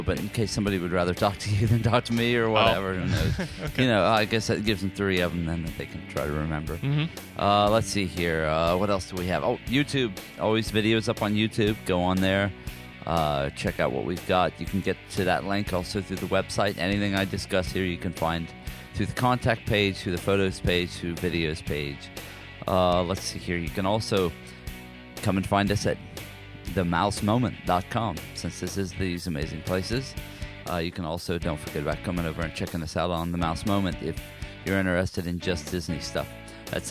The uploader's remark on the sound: Hear audio from this attraction at Disney World.